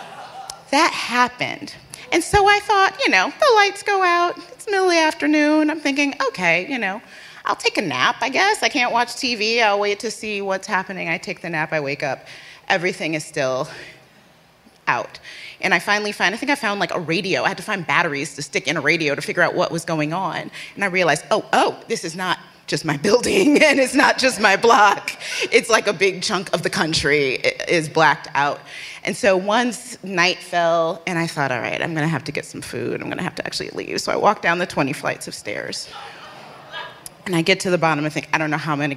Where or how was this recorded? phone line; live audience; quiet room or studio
live audience